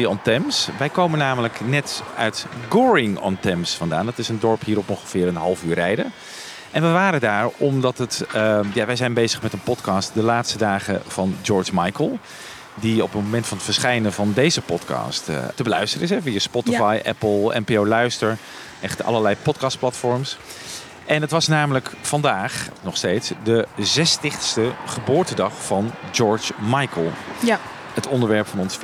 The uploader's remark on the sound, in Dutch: Deze aflevering werd opgenomen bij het toegangshek van Friar Park, het landgoed van die andere George.